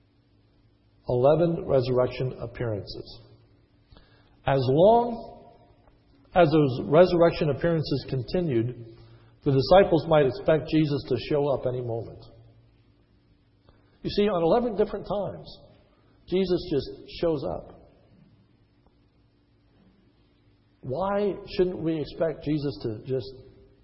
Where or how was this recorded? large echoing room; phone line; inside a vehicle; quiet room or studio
large echoing room